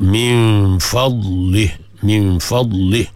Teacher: Min fadlih, jangan bagi ada fadlih, min fadlih. Ramai yang baca lagu tu pun dia lepaskan, dia ada bunyi lantunan, salah lah, sebab dad tidak bersifat dengan sifat qalqalah. Pegang bagi elok.